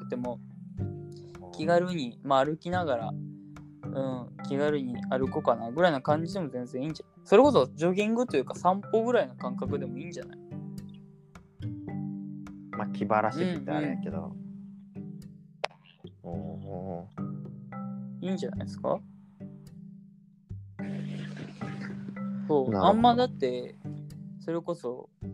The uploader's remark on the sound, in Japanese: 初リモート録音。初めてリモートで録音してみました。